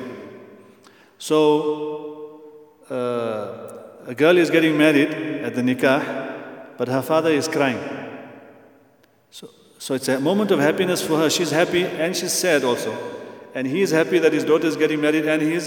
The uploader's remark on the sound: at the Houghton Masjid (West Street)